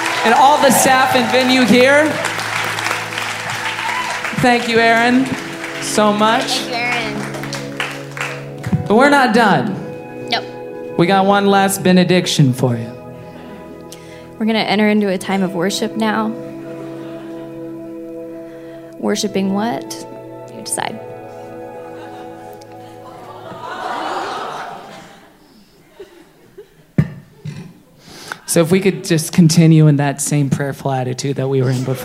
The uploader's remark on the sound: LIVE at The Bell House in Brooklyn, NY